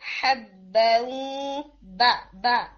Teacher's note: اس میں nasal sound نہیں آنی چاہیے. حبا با با یعنی ما باؤں کر کے نہیں، یعنی پہلے ہی آپ نے گنا نہیں ایڈ کرنا، جب تک آپ واؤ میں نہیں جا رہے جب تک آپ نیزل ساؤنڈ نہیں کریں گے.